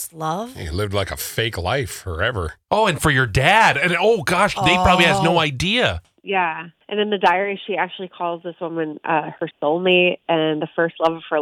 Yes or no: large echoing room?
no